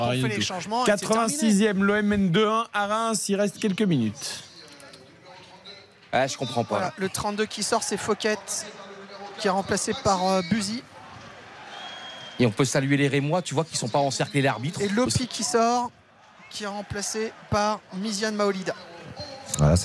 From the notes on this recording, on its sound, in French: Pour trois heures de direct. En direct de Auguste-Delaune.